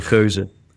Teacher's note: the difficulty in Dutch is that we pronounce the G very guttural